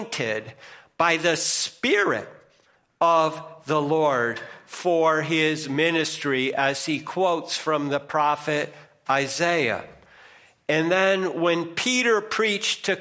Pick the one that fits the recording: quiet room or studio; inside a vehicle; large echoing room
large echoing room